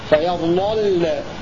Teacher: اللام الأولى مفتوحة تغلظ واللام الثانية ساكنة ترقق